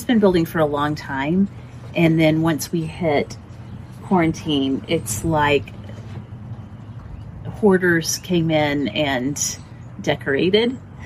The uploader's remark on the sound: background noise conquers the day’s effort